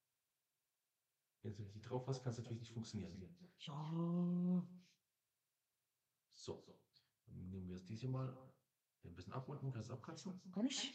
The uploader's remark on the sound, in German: Wir entschuldigen uns für die Qualität der Aufnahme.